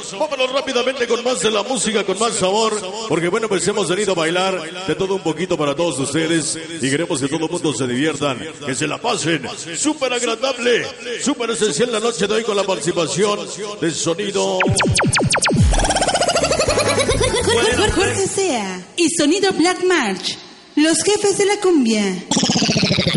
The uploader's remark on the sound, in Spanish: en vivo desde zImApan hgo.